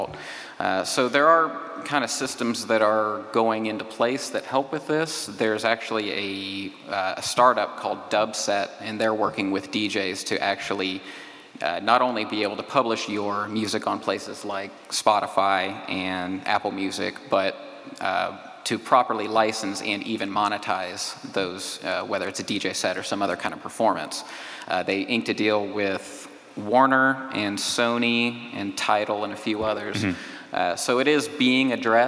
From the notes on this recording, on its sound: Live From Dayton Podfest. Spoke in front of a crowd.